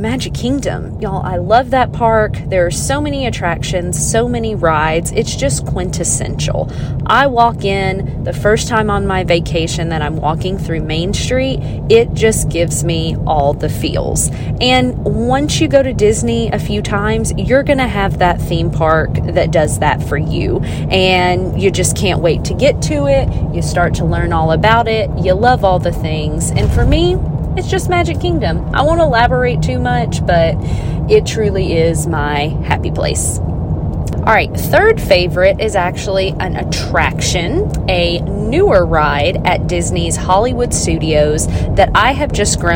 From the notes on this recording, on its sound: This on the go episode is a little chat from my car.